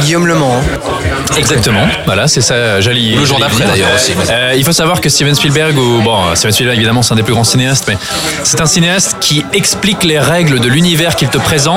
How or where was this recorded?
busy venue